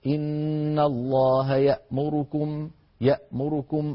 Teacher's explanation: اختلس ضمة الراء الدوري عن أبي عمرو فيقول إن الله يأمركم، يأمركم، هكذا يختلس ضمة الراء. · Term: الاختلاس